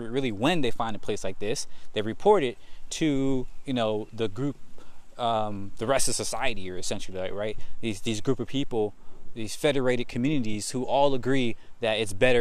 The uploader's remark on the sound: Today I just walk and talk.